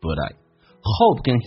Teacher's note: But I 有一个连音 T 变成 D